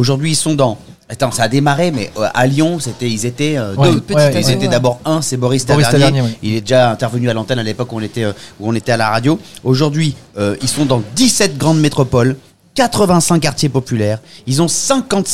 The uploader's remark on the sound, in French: Faire un tour dans les cuisines du restaurant FRENCHIE TO GO qui nous accueille pour l’enregistrement.